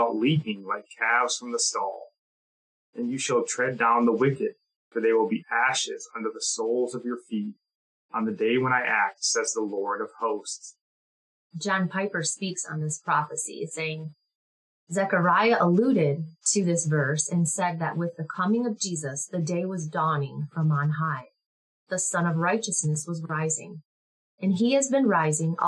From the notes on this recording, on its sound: Let me apologize for the audio. We are recording remotely, cheap mic and heavy AC running in the background.